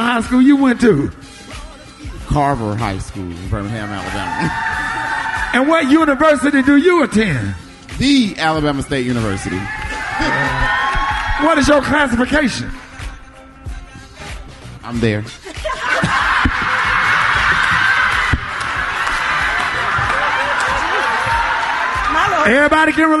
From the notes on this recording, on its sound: The whole RSMS crew is broadcasting live from The Stardome in Birmingham, AL for The Magic City Classic, Alabama A&m vs Alabama State.